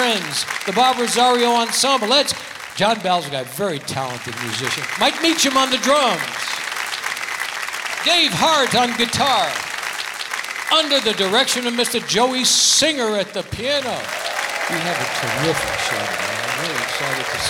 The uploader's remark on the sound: Live at the SouthPoint Casino